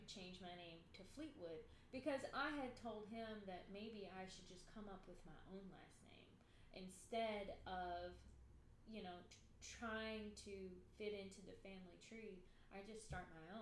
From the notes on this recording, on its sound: It’s essentially unedited, the sound is too low.